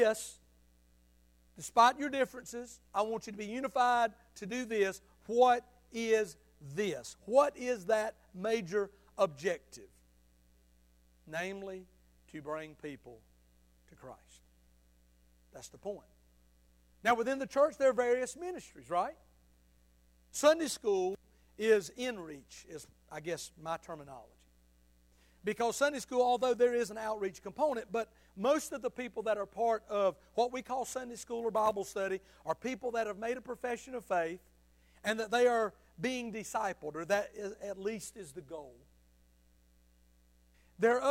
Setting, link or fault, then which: setting, large echoing room